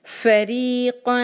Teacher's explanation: دو فتحہ پہ جو ہم رکیں گے تو ہم یہاں کریں گے مد العوض اور ایک فتحہ کی جگہ ہم الف پڑھیں گے